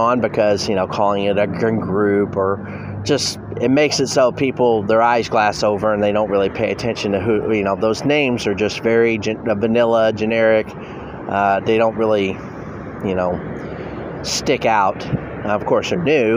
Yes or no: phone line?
no